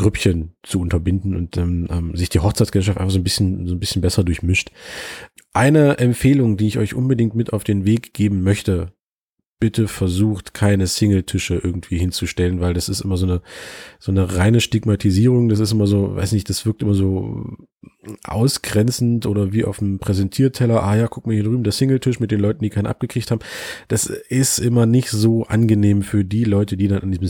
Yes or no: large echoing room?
no